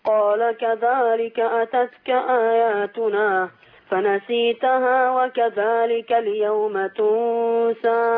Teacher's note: انت عندك التفخيم غالب على القراءه يعني تحس كده ان انت ايه عامل تضخيم لصوت الحروف كلها